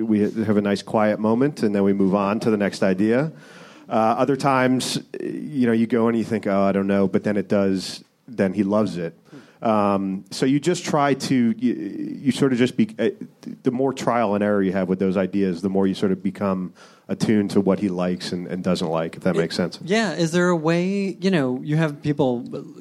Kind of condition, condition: setting, live audience